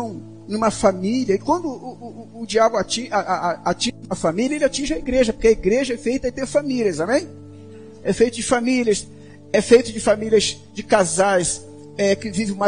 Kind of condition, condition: setting, large echoing room